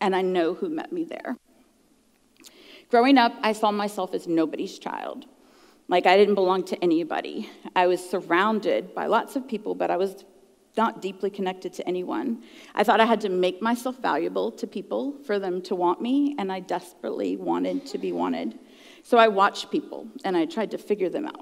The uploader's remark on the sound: at the June icuTalks live event.